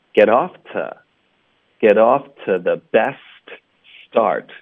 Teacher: To 我们弱读成 ta